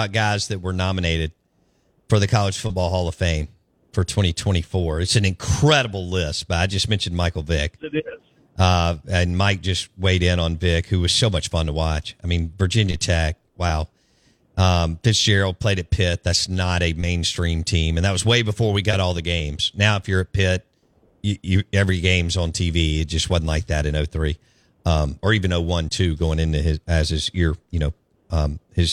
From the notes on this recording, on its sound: joins the show live on the Farm Bureau guest line